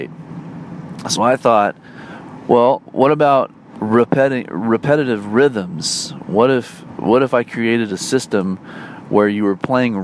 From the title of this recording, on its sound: talks about life while driving to a gig